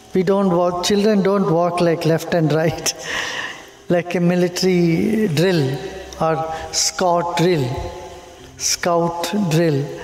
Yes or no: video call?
no